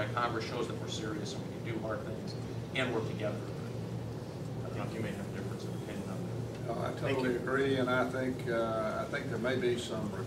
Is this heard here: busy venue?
yes